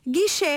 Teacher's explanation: a pronúncia correta em português é com E aberto